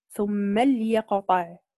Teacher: إذن هنا قرأ الإمام قالون بإسكان اللام، إذن قرأ قالون بإسكان اللام